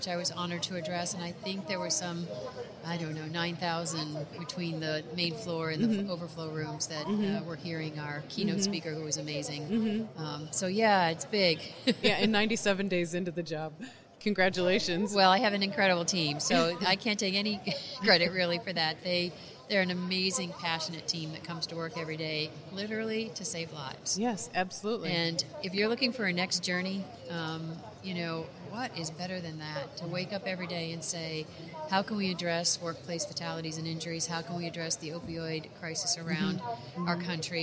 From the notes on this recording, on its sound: Live from the floor of the 2019 NSC Expo.